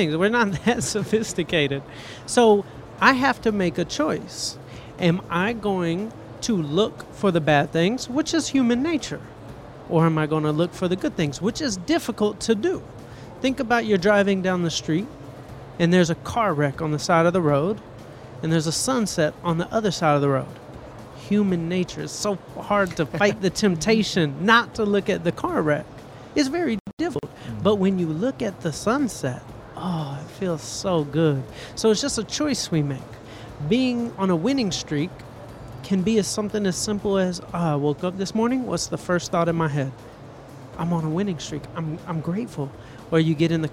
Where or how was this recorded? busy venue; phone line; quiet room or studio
busy venue